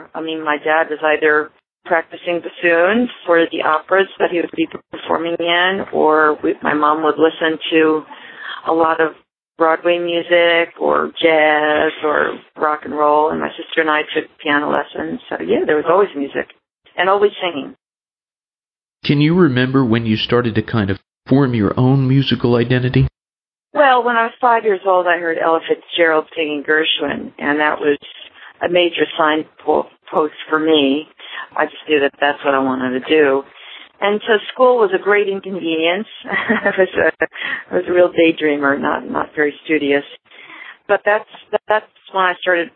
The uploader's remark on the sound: She called in, and it was one of those very relaxed phone interviews, for radio.